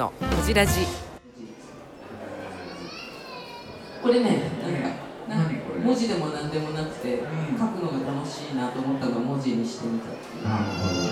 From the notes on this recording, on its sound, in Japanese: 今回も特別編として、2018年春に開催された、文具と紙と暮らし市での、ホジラジ公開収録をお届けします。